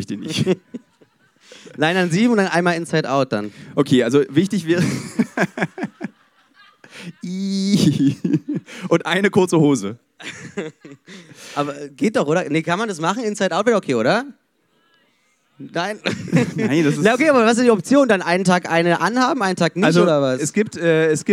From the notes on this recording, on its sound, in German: live vom Podcast Festival in Berlin